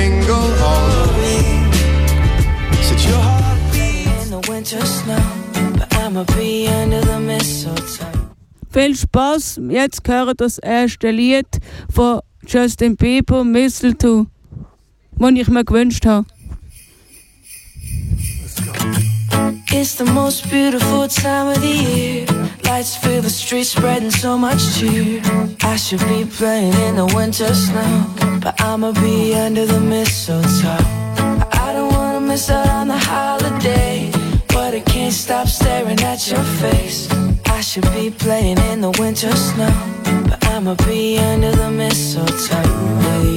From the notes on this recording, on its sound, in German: Live vom Weihnachtsmarkt Aarau. Die Redaktion Happy Radio sendete eine Stunde live vom Weihnachtsmarkt.